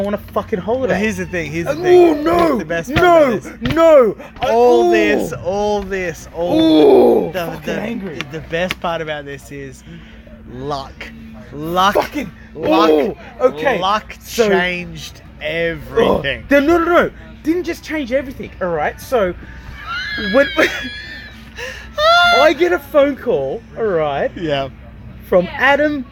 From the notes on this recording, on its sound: LIVE from outside